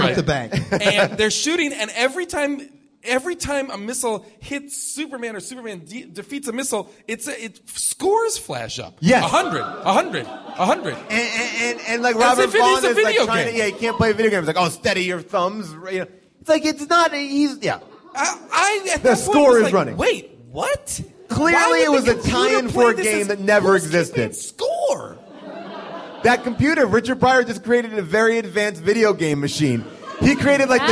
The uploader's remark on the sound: live from Largo at the Coronet in Los Angeles